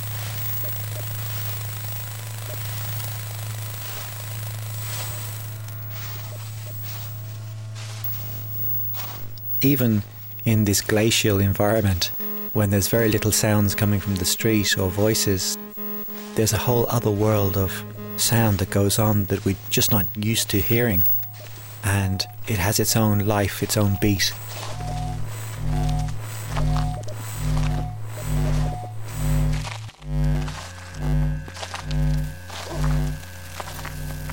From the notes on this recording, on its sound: Hidden Sounds of Temple Bar. Takes his microphones into Dublin City Centre and the Temple Bar area. (A short Irish documentary commissioned by Made In Temple Bar Festival).